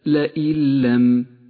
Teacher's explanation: تسقط النون الساكنة من اللفظ · Term: الإدغام بلا غنة